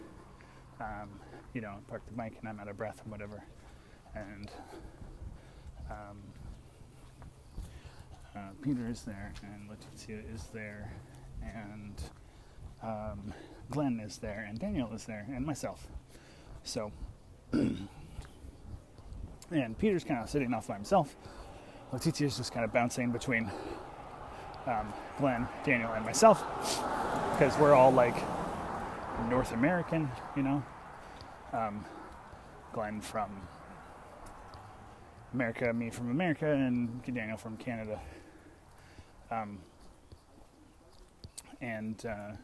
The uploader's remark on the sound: Walking back from the theatre, as I do.